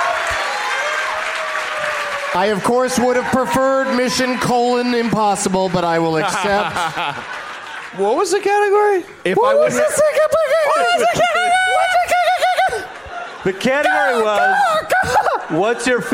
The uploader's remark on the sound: Live from New York City's Irving Plaza.